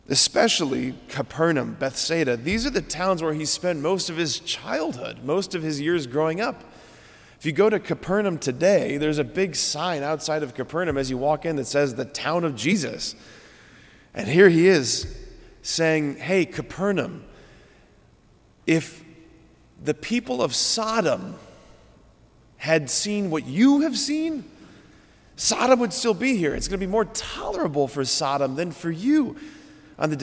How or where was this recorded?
large echoing room